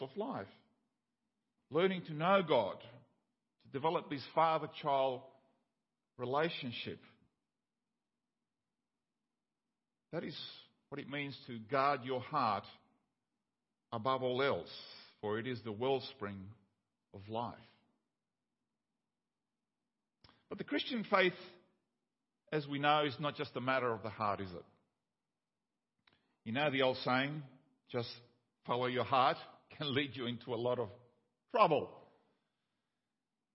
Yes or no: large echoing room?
yes